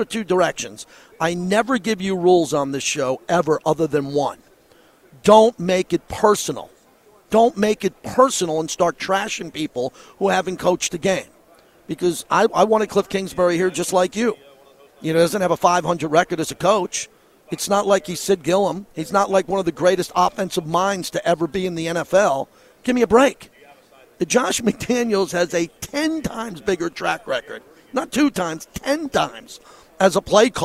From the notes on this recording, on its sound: LIVE FROM RADIO ROW AT SUPER BOWL 58